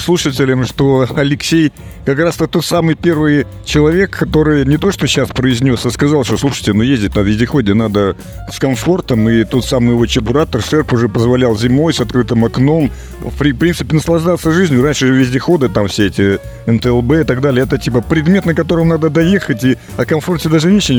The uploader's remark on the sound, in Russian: Выставка «Поехали 2023». Записано с 1 по 3 декабря на месте событий - Москва, Краснопресненская наб., 14, ЦВК «Экспоцентр».